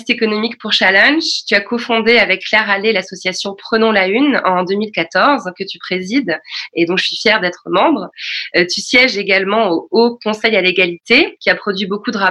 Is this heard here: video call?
yes